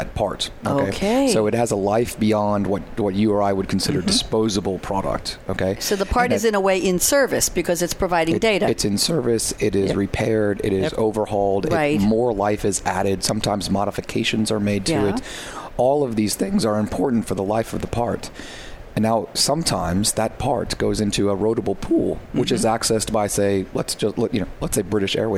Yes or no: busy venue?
yes